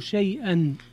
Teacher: فيها مد اللين المهموز لورش، وهو لابد أن يكون أربع أو ست